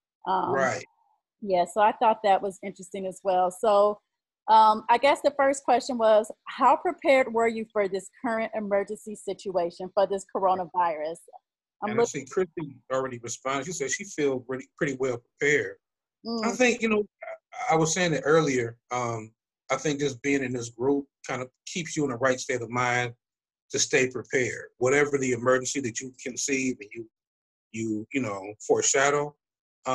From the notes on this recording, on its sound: we use facebook live